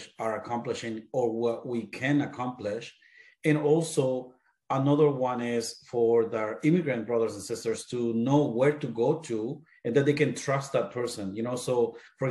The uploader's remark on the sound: This is a recording of a casual Zoom Interview